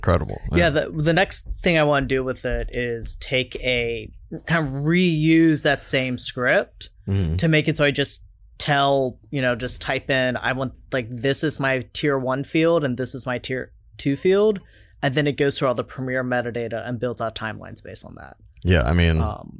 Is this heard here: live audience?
no